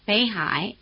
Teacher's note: The basic low tone of 北 has become a rising tone